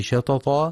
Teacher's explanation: ينتبه القارئ في كلمة شططا لترقيق الشين، فلا يفخمها بسبب مجاورة حرف الطاء المفخم